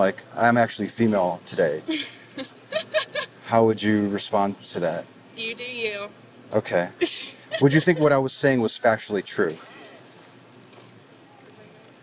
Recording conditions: phone or laptop microphone